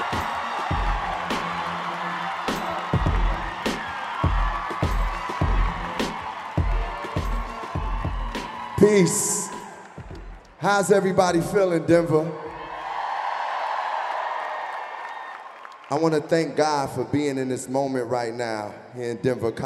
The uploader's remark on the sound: Talks in front of a live audience in Denver.